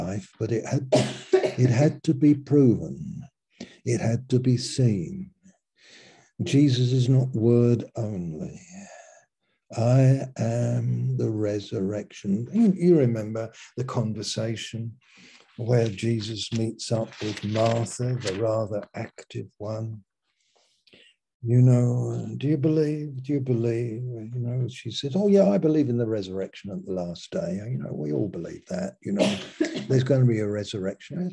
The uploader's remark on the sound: Malaysia Meets (Zoom)